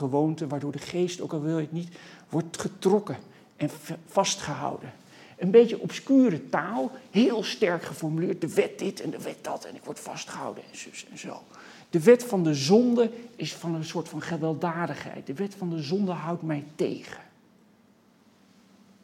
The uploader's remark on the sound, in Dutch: Bij tentoonstelling Body Language. Deze lezing is opgenomen in Museum Catharijneconvent op 20 oktober 2020.